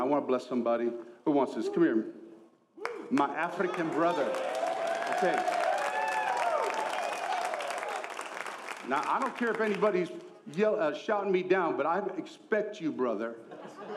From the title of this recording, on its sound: ENCOUNTER CONFERENCE 2024 | Session 3